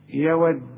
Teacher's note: إذا وقفت هنقلقل الدال